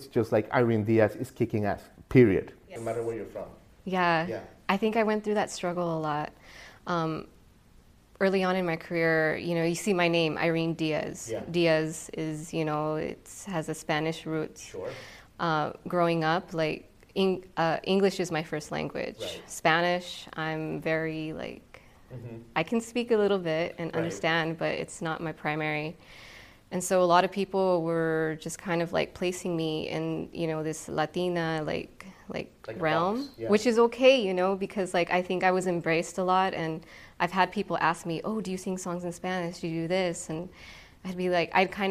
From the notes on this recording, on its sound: LIVE at SXSW 2023. On location from SXSW in our final episode from the 2023 edition in Austin, Texas.